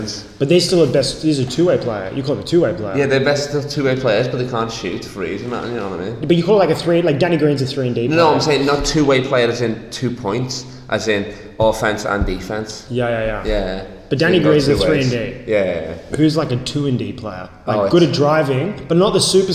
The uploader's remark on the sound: we live from his new warehouse in Sydney!